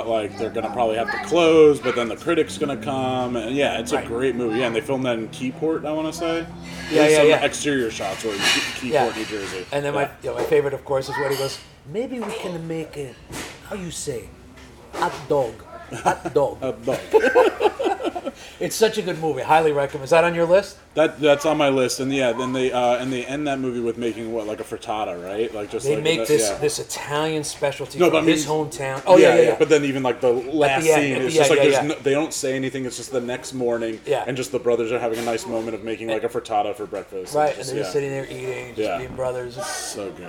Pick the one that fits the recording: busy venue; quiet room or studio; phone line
busy venue